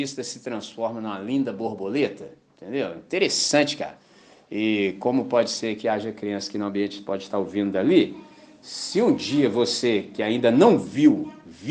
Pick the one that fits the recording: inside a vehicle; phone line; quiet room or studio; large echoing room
large echoing room